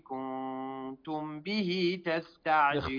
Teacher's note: إخفاء كذلك ميم ساكنة وبعد الباء من حروف الإخفاء · Term: إخفاء الشفوي